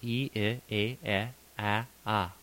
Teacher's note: In the first demonstration of open versus close, the vowels were all front vowels